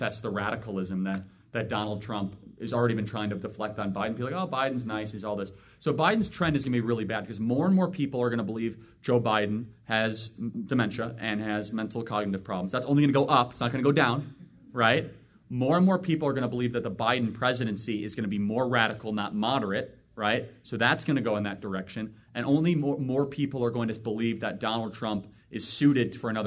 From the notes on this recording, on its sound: takes questions LIVE from the frontline campus patriots themselves at Turning Point USA’s annual Chapter Leadership Summit in Phoenix, Arizona